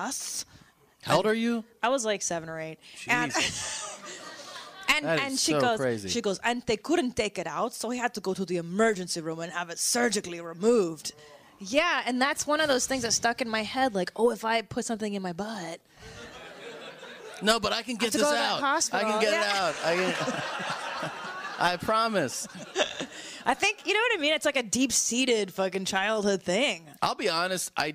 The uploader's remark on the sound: Live From Pasadena